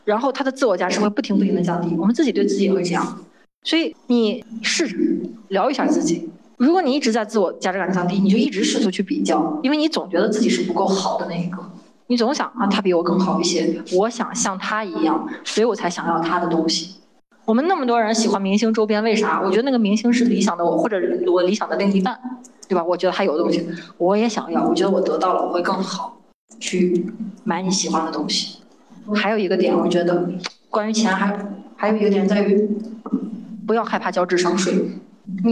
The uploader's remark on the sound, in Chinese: 剪辑师已经尽量修复音质了！话筒有一点回声。